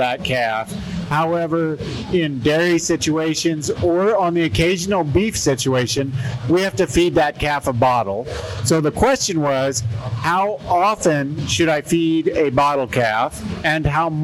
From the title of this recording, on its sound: Cattle Chat Live at the Kansas State Fair